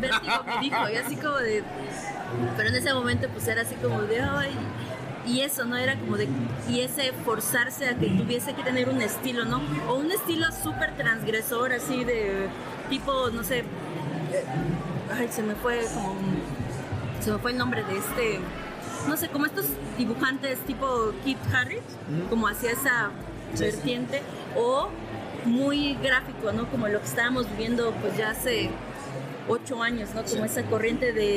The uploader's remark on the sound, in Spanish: En el Festival Rayón 2022. El audio fue un poco caótico por estar en medio del evento.